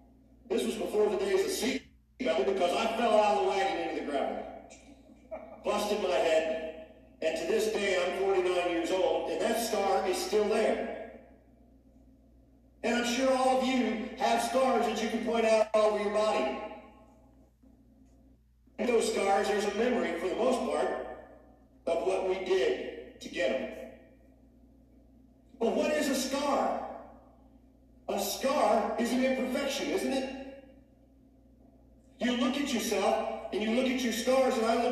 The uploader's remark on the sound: Sound issues week #2 of shut down.